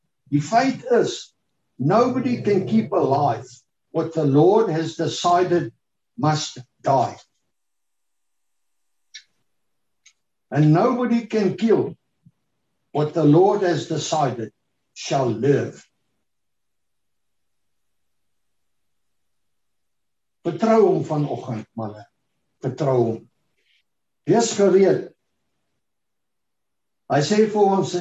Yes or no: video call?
yes